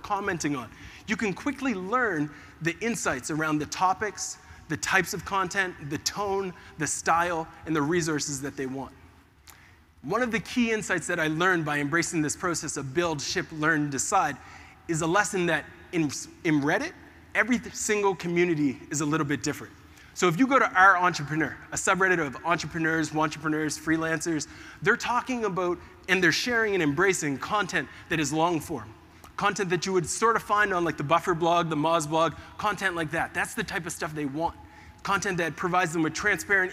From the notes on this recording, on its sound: In this episode, I share my Keynote presentation that I gave about the power of experimentation to the audience at MozCon, one of the leading SEO conferences in the world.